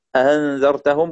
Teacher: التسهيل هو النطق بالهمزة بحالة متوسطة بين الهمزة المحققة وبين حرف المد المجانس لحركتها، فتسهل الهمزة المفتوحة بجعلها بين الهمزة والألف